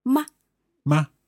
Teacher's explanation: the neutral tone is very short and light.